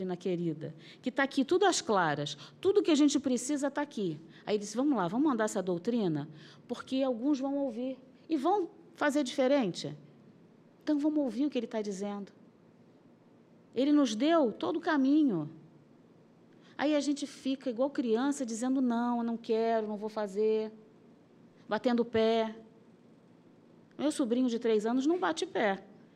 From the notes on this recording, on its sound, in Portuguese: Palestra ao Vivo